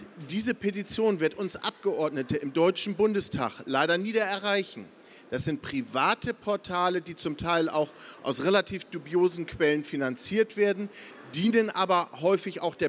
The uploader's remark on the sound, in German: Podiumsdiskussion des Petitionsausschusses